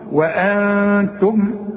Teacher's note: وأنتم كلها مرققة. إنما النون بعدها التاء والتاء من حروف الإخفاء. اخفي هنا وغن.